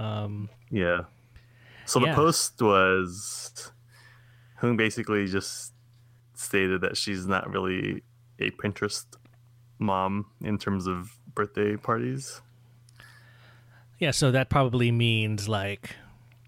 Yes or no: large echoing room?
no